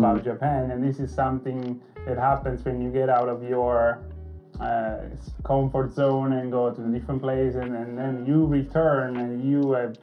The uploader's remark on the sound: Sorry about the audio issues guys!!